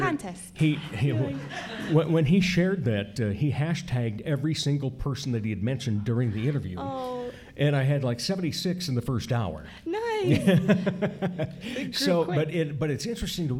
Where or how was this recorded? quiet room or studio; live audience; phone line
live audience